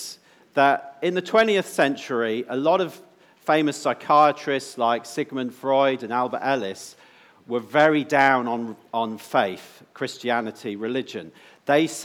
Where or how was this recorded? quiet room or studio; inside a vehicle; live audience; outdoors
live audience